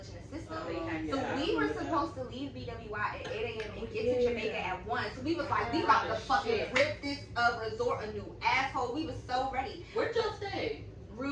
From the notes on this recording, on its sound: Y'all we still figuring out this mic sh*t! I thought I had it figured out but then there was an annoying buzzing sound.